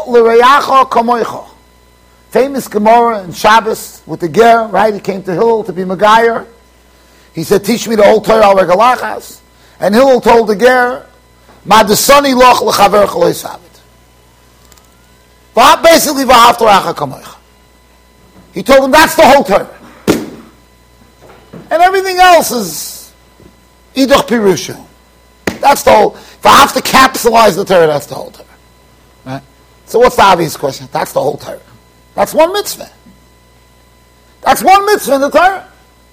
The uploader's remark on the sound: Shiur recorded in Yeshivas Ohr Reuven, Monsey NY.